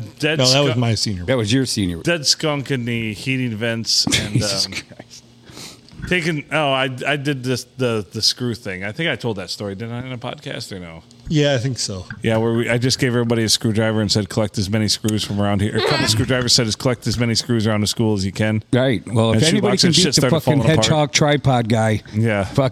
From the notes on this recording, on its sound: Recorded on a Sunday and bleeding into Monday at the Haunted Blue Water Sports Bar.